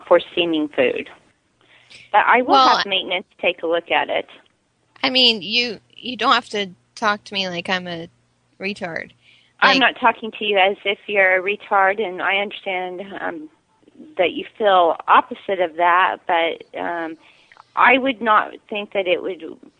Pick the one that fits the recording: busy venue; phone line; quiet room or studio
phone line